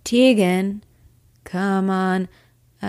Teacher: his voice went raw and guttural and harsh, like he was straining to get it out through a throat packed with sand and at least an octave deeper than he sounded before.